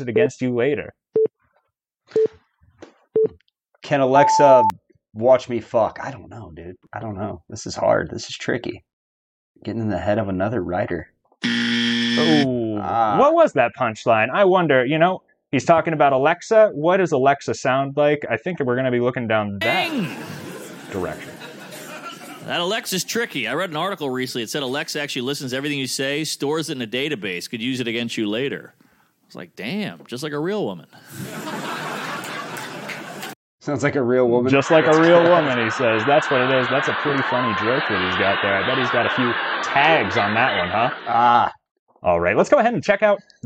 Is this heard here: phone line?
yes